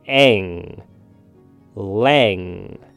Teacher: Lang has an ANG combination at the end, so we want to bring the sound up to your nose